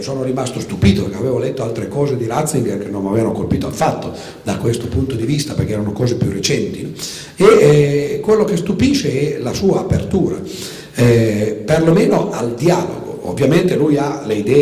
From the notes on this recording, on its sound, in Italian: Registrazione del 16 maggio 2011, presso il Teatro Franco Parenti di Milano.